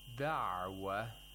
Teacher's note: Because عَيْن has to be pronounced with تَوَسُّط